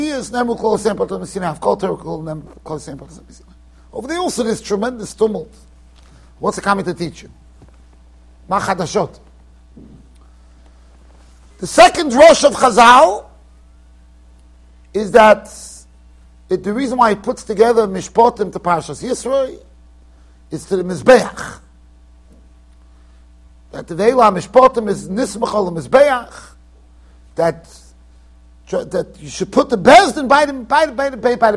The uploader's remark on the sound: Shiur recorded in Yeshivas Ohr Reuven, Monsey NY.